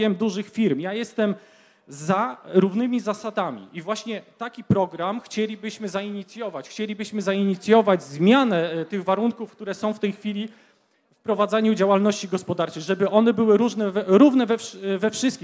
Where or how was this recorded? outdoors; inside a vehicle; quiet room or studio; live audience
live audience